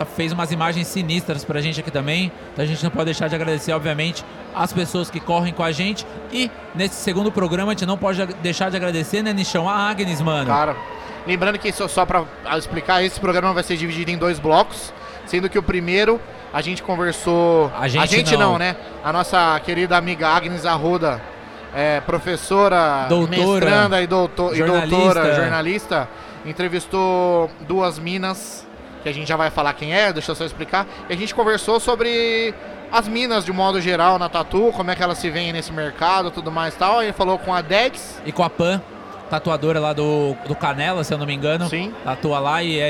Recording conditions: busy venue